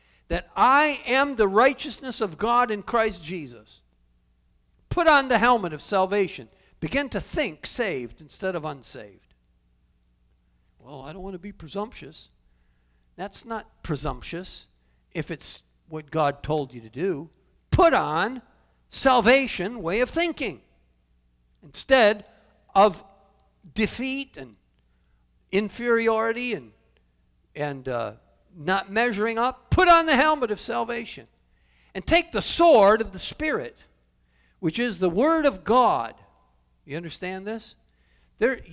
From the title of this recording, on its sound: Calvary Assembly of God live Stream